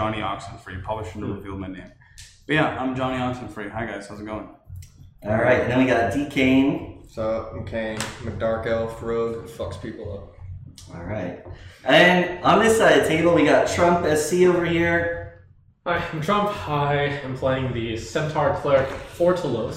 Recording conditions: poor sound quality